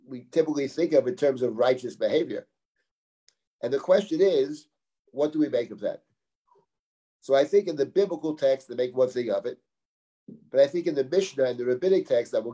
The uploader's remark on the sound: This audio was originally captured from Zoom